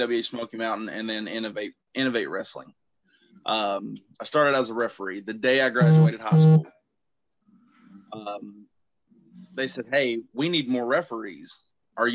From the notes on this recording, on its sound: Joins me on Zoom.